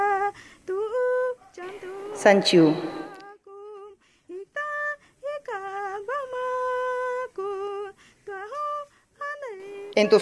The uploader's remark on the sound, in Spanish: Emitió su palabra en el Festival de Poesía en Lenguas de América Carlos Montemayor, llevado a cabo en la Sala Nezahualcóyotl de la Ciudad de México.